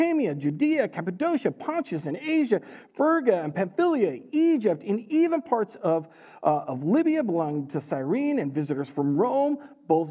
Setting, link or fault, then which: setting, large echoing room